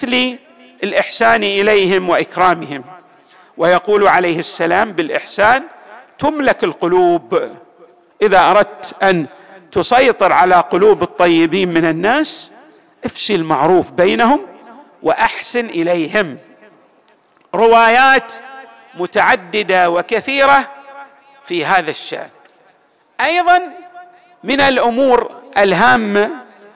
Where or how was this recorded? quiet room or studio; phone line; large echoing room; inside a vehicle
large echoing room